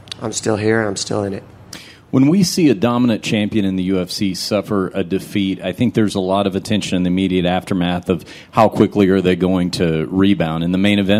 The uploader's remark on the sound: questions at the UFC 207 post fight press conference